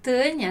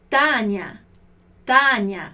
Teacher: em português a gente anasala bastante, né? A gente fala Tânia, né? O som passa aqui pelo nariz, mas em italiano invece é aberto. Então a gente diz Tânia, Tânia, ok?